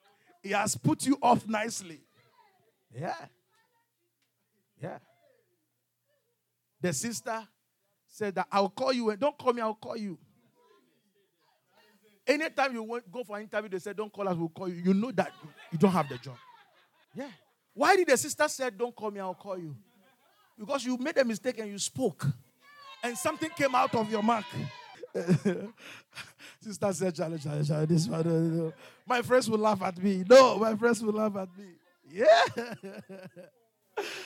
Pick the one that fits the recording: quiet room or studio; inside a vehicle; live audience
live audience